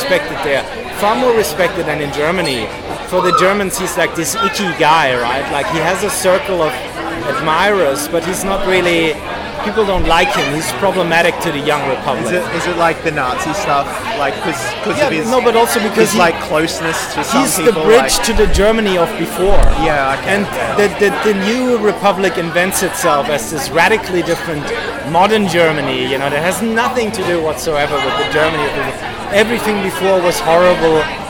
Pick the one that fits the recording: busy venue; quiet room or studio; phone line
busy venue